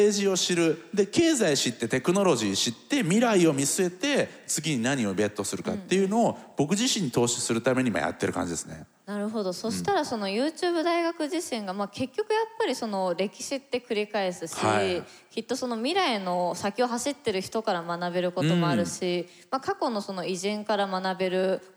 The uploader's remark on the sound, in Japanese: TOKYO FMの番組「マスメディアン 妄想の泉」。番組初となる公開収録の後編をお届けしました。